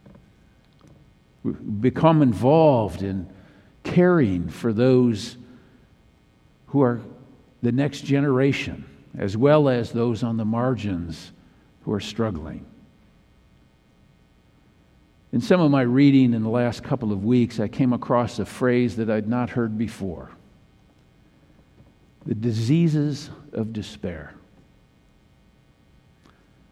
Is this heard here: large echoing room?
yes